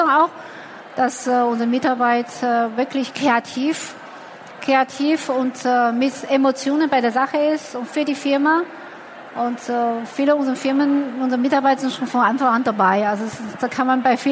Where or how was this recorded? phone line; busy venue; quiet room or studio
busy venue